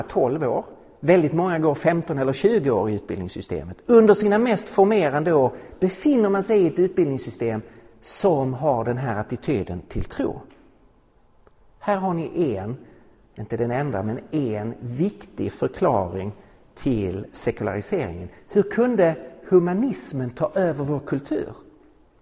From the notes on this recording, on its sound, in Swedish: Inspelad i på Apologiakonferensen i Betlehemskyrkan i Stockholm 2017-03-31.